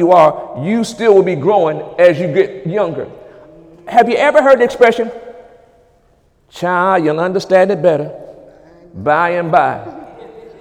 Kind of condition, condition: setting, large echoing room